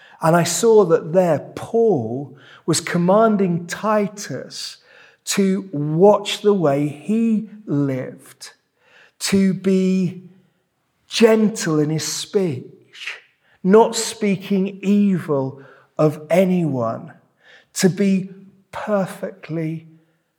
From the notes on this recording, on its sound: This sermon was preached at Welcome Baptist Church on Sunday 28th May 2023.